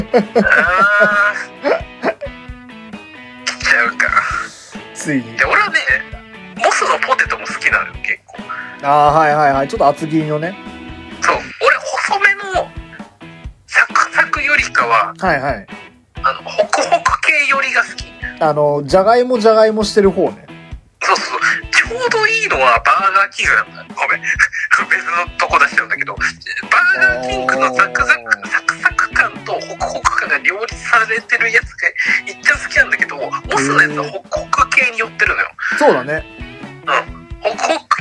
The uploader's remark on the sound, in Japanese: 録音機材：iPhone7。